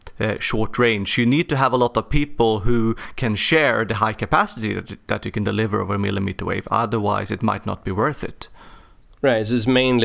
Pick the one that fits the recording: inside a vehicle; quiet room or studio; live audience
quiet room or studio